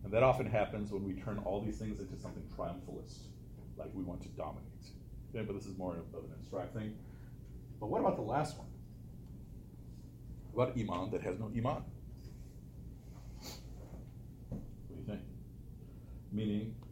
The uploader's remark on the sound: Loyola - Lecture. Lecture to the students.